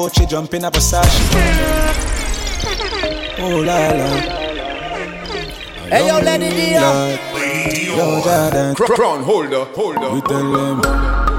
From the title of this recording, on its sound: Live Juggling From 333 Lounge